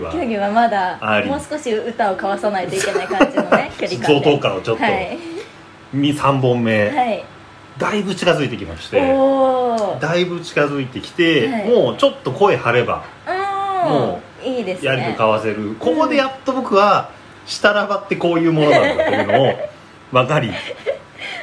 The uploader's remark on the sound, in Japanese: 録音の不備により、多少のノイズが混ざっております。